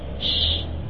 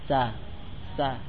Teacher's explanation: Kalau shin itu di tengah lidah ya. Sh. Tapi kalau sin nempelnya ke pangkal gigi seri bawah.